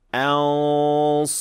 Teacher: in the case of sad, the back of the tongue is raised and the middle part is lowered. · Term: heavy ghunna